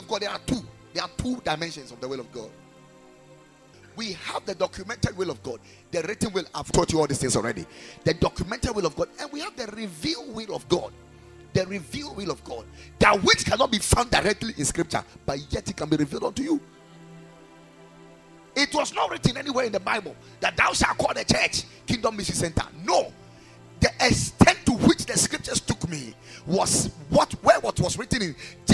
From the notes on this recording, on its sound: Preached at Ekklesia Chapel